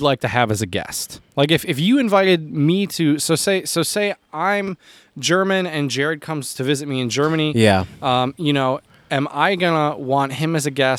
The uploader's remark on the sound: PORCH PODCAST. At his house doing a socially distant podcast outside on the porch.